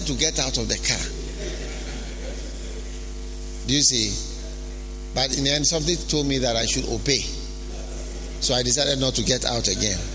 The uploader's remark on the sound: Preached at the Healing Jesus Campaign Pastors' Conference in Gushegu.